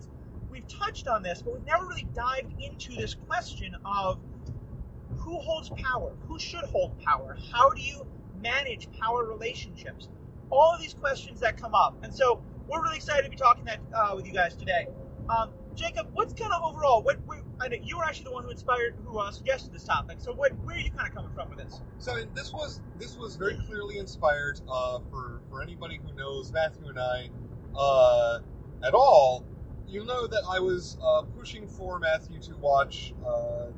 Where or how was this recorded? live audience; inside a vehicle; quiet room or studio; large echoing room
inside a vehicle